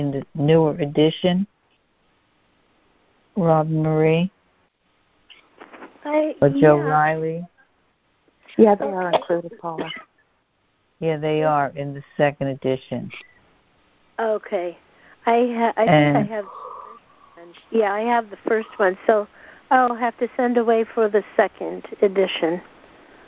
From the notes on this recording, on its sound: CONF CALL. A Course in Miracles [ACIM] Students are joining together on a Free Conference Call.